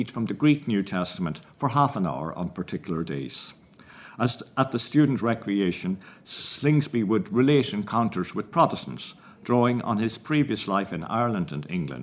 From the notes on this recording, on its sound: at the 2022 Tudor and Stuart Ireland Conference